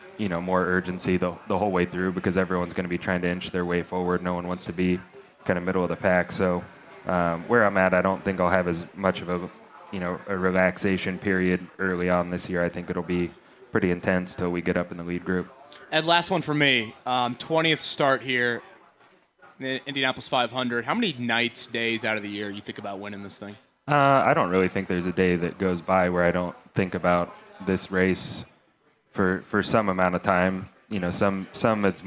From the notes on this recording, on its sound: LIVE AT CARB DAY